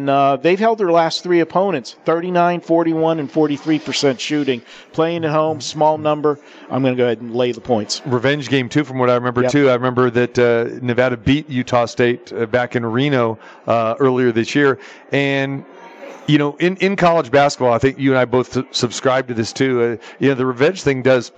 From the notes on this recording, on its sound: Live from the Superbook at the Westgate Las Vegas.